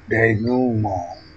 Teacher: with day vowel, stressed root vowel, and finish with nasalized bath vowel. Stress pattern, didadi.